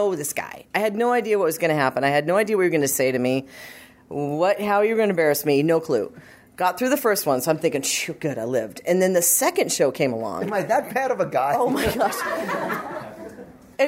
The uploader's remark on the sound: 7th Anniversary Celebration LIve Recording. A live recording taken during last week's event.